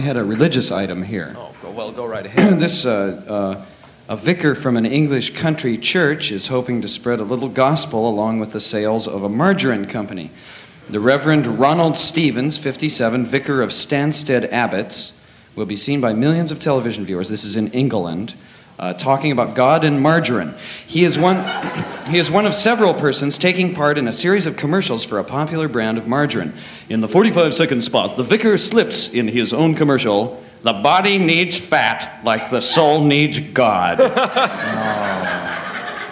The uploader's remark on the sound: Live At The Ash Grove